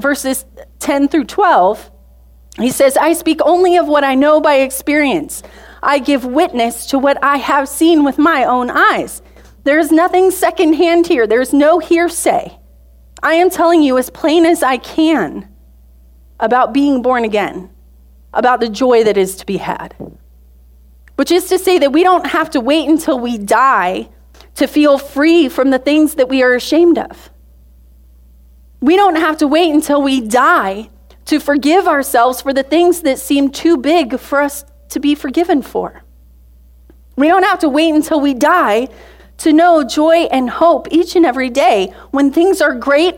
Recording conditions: large echoing room